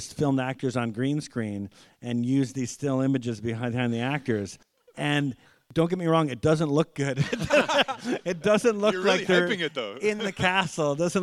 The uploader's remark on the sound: Record a podcast in front of an audience at Ottawa Comiccon!